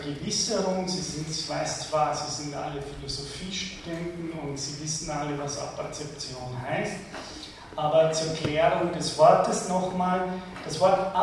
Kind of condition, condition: setting, large echoing room